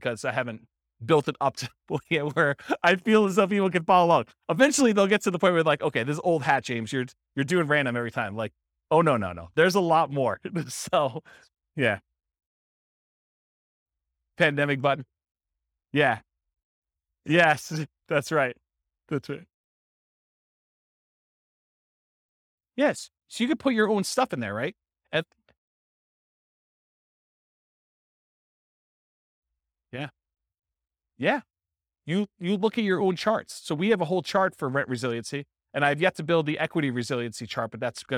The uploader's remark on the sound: This was a live class recorded